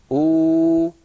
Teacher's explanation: أبدل الهمزة الساكنة واوا مجانسة لضمة الهمزة الأولى